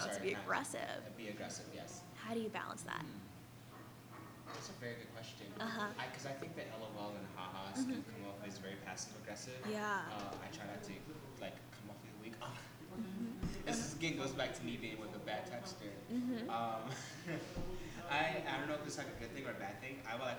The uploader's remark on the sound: This is our very first podcast and we are still working on the kinks of the audio.